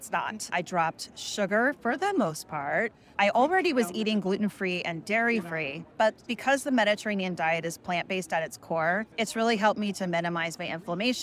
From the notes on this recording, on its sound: live at the American College of Rheumatology (ACR) 2023 Convergence